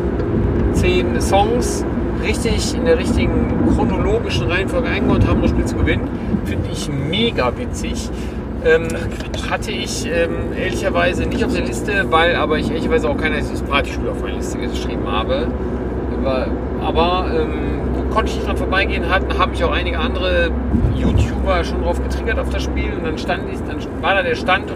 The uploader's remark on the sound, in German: Die Soundqualität ist dabei vielleicht nicht perfekt, denn aufgenommen wurde ganz spontan auf der Rückfahrt im Auto.